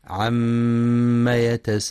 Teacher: وينتبه لغنة الميم المشددة فهي أكمل ما تكون وقفا ووصلا